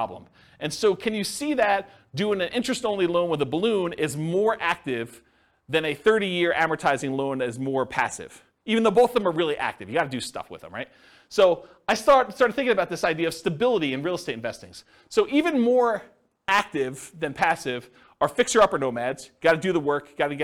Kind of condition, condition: setting, live audience